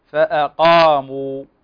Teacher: هنا الهمزة وهي من حروف الترقيق، الحروف التي تكون مرققة بصفة دائمة، فننتبه هنا إلى ترقيق الهمزة لأن بعد حرف استعلاء، وكذلك لأن بدأنا بها، فتقرأ فأقاموا.